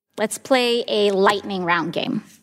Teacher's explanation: She ends almost every one of those sentences with vocal fry.